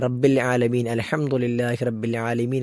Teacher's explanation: തൊണ്ടയുടെ മധ്യഭാഗത്ത് നിന്നും പുറപ്പെടുന്ന അക്ഷരമാണ് ഐൻ എന്ന അക്ഷരം.